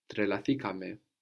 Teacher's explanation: we keep the accent third from the end